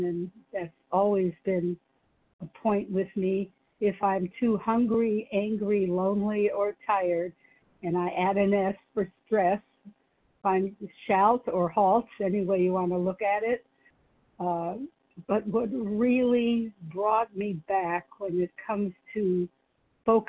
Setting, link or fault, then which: link, phone line